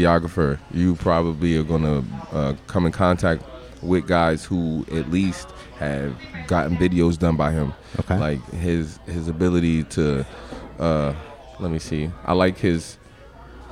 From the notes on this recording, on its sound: At Tanpopo Ramen and Sake Bar in Albany. This was a very cool episode to record, as it is the first one I have ever recorded in a crowded restaurant.